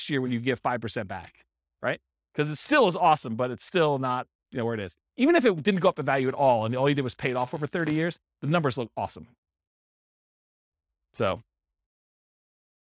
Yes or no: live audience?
yes